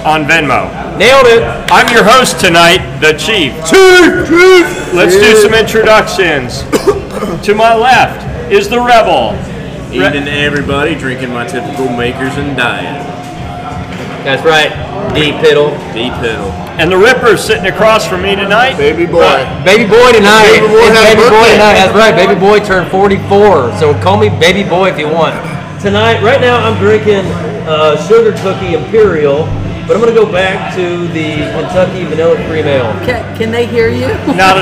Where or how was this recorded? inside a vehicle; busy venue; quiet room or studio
busy venue